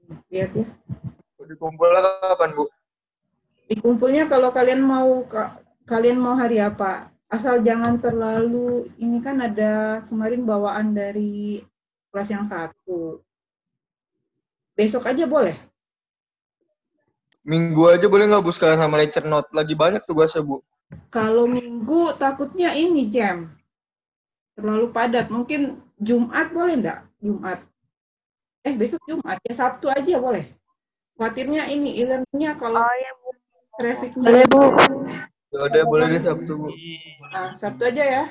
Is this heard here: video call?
yes